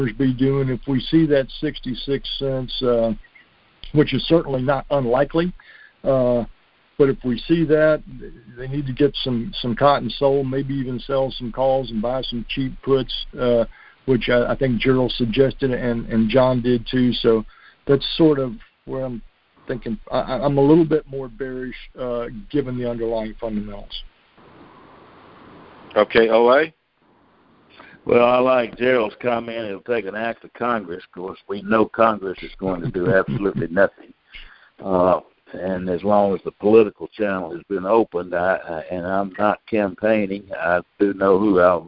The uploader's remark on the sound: Monthly Conference Call